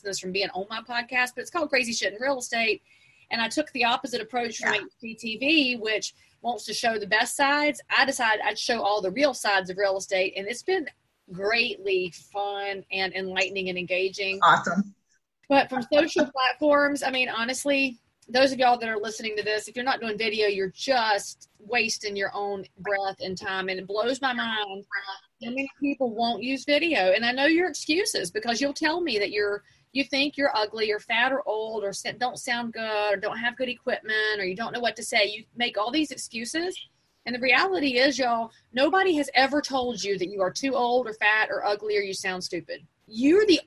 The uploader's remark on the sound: At a real estate event in West Palm Beach. Spend a few minutes in the car.